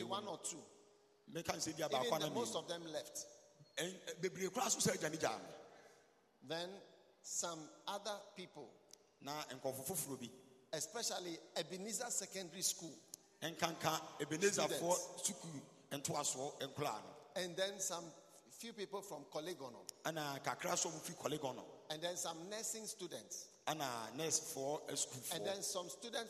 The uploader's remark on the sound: Preached at the Healing Jesus Campaign Pastor's Conference in Suhum, Ghana